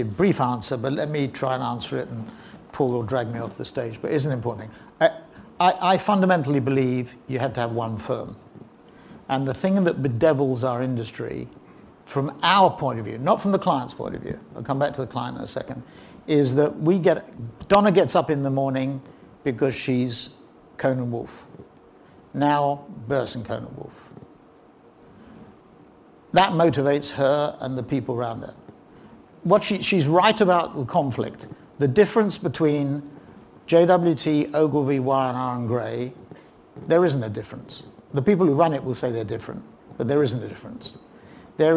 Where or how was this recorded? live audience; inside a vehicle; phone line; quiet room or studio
live audience